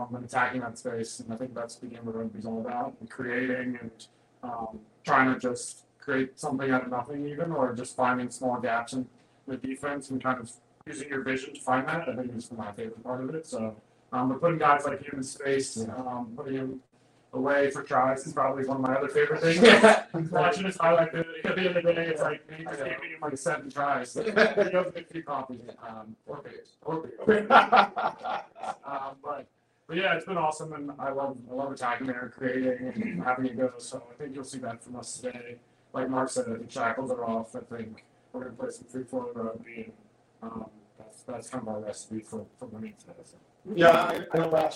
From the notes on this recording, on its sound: Live at SeatGeek Stadium!